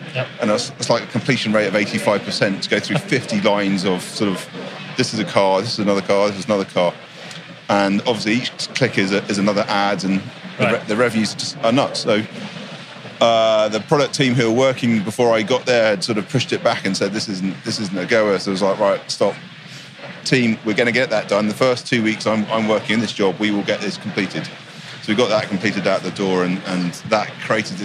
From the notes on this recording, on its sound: Live from Collision Conference 2018: North America’s Fastest Growing Tech Conference.